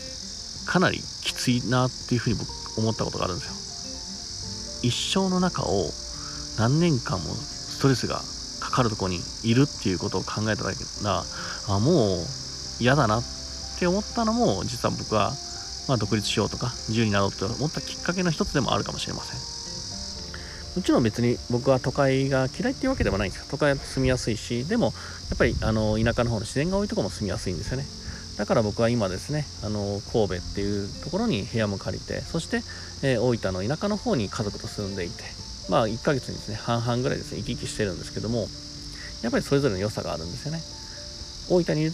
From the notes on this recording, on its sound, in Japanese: 今回はいつもの音声収録とちょっと変えて自然の中で収録してます（セミの声がうるさいけど）